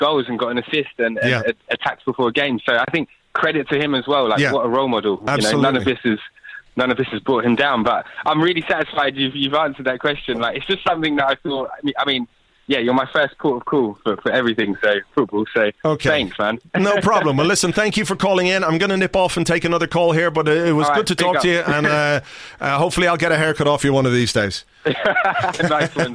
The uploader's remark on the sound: Telephone calls (and some Skype calls too). Today's show is a call-in show, recorded last night. I answered calls at random.